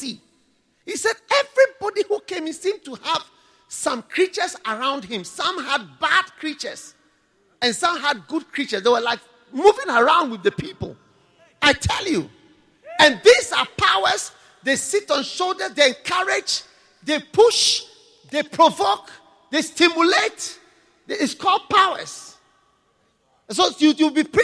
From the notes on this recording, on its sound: Preached at the Tuesday Service, Qodesh, February 2013.